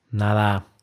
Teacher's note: En esos contextos muchas veces por pereza o por ahorrar tiempo, en lugar de decir de nada, simplemente decimos nada. Es decir, no pronunciamos la preposición de, eliminamos el de, solamente decimos nada